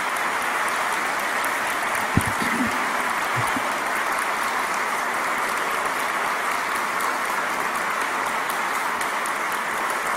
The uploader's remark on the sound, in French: Conférence d'ouverture du colloque 2016 de l'AQPC, à Québec.